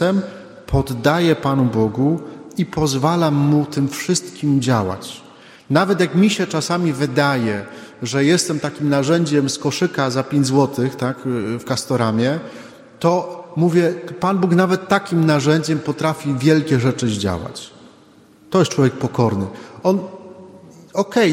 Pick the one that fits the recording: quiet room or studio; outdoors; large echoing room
large echoing room